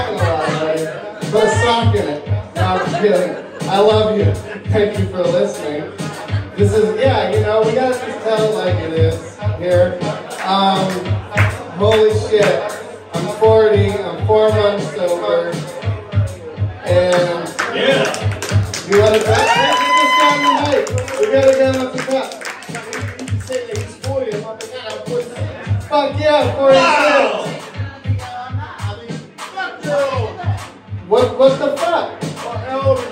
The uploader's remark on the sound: Live from the Scotland Yard pub!!! I go to the bar that fueled my 20 year relationship with alcohol and did my podcast in front of an unsuspecting crowd on a Saturday night.